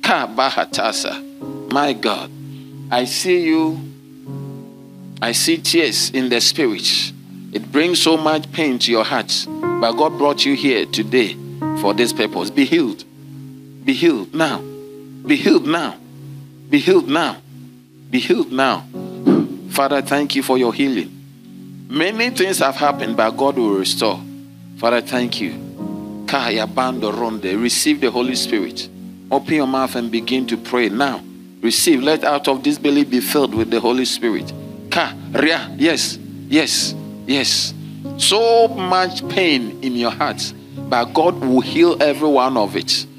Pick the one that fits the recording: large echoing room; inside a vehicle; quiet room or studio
large echoing room